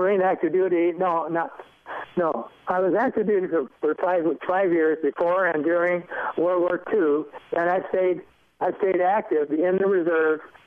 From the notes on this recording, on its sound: By phone.